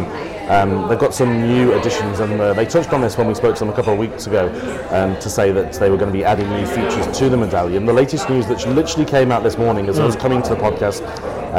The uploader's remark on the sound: Record the podcast LIVE from a coffee shop in Hillary’s Boat Harbour (WA). It was very busy and does sound very different.